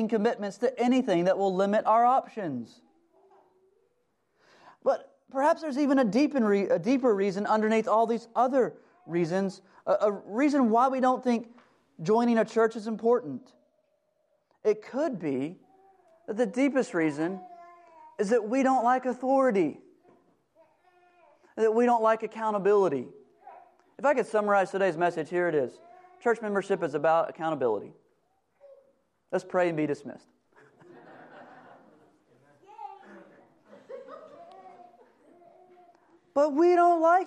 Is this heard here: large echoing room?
yes